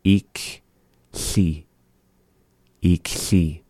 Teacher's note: speakers are saying ikhli, no pop on the K